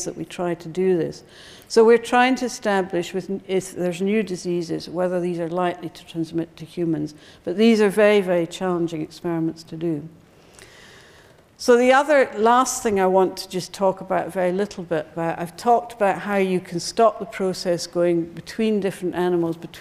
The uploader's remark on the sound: Recorded on 4 October 2012 in the Anatomy Lecture Theatre at the University of Edinburgh